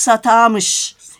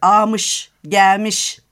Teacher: Mesela Ege bölgesi R'yi ve L'yi çok düşürür.